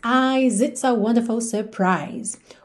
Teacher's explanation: esse eyes, ele vai ser alongado e o S já vai juntar no it's